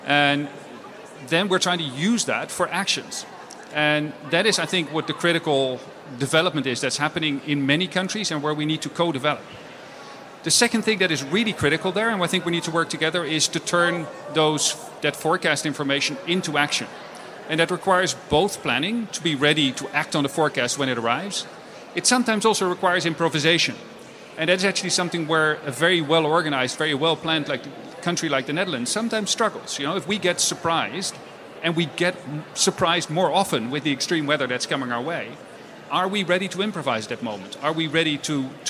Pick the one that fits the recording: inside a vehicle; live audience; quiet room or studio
live audience